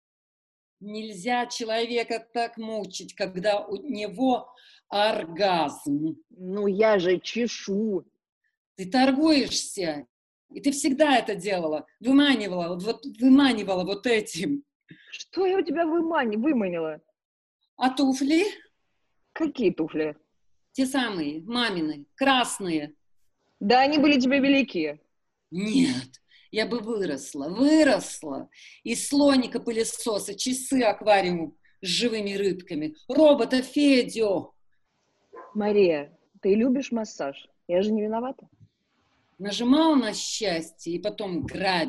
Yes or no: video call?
yes